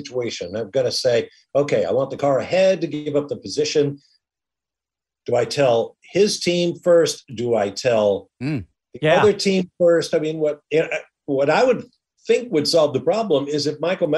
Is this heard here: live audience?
no